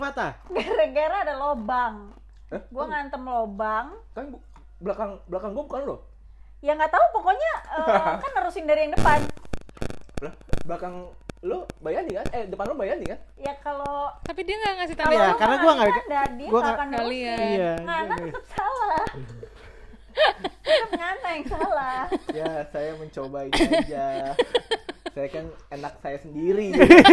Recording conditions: background noise